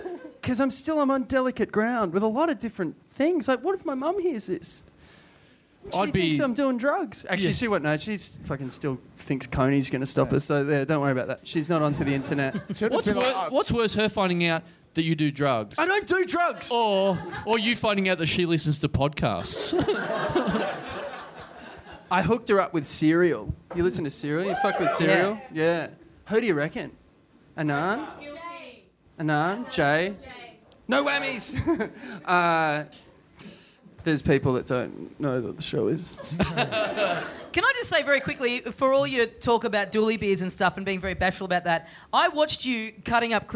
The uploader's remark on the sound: Recorded LIVE at the Cafe Lounge in Sydney on November 30, 2014.